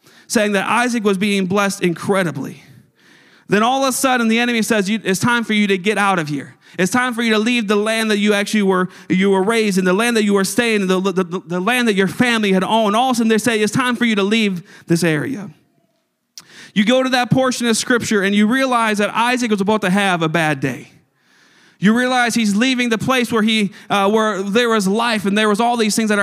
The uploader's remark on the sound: a service recording from Connect Point UPC